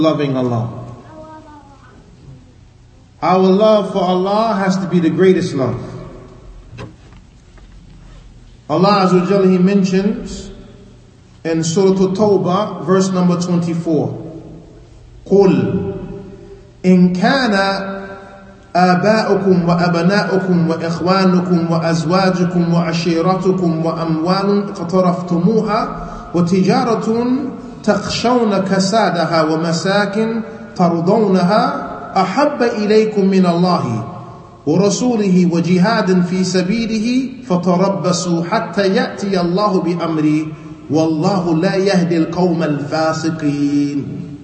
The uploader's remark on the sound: Lecture given at Masjid Nur Allah, Queens, NY